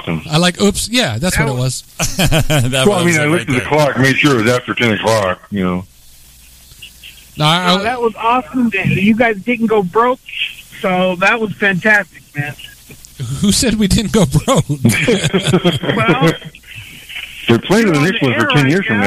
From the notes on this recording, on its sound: Drop in on the phones. We get a surprise call.